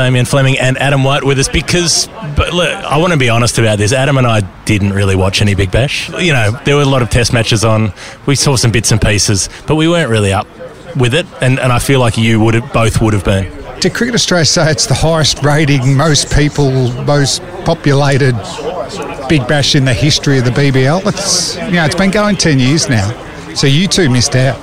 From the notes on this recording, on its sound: This week's episode comes direct from the Media XI cricket match against the MCC. An episode that was a lot of fun, recorded in a lovely location.